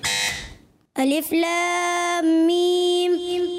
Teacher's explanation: مد لازم ہے اس کو زیادہ کھینچنا ہوتا ہے تو مد لازم کی ادائیگی پوری کیا کریں.